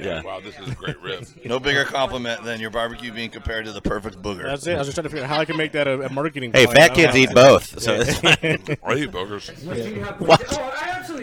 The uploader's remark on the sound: live from the legendary Comedy Cellar in NYC’s Greenwich Village